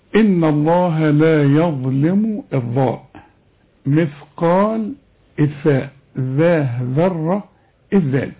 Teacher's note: احنا عندنا ثلاث حروف بنطلع فيهم طرف اللسان